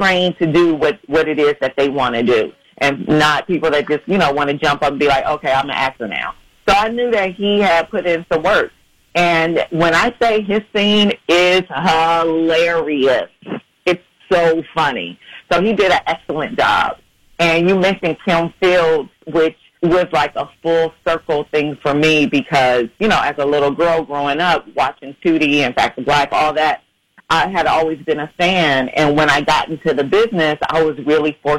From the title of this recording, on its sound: Called